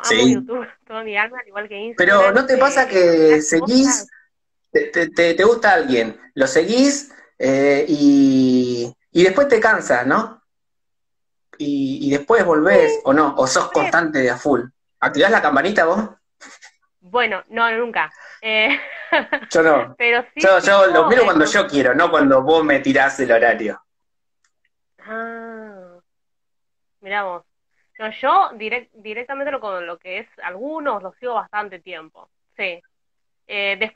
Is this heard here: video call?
yes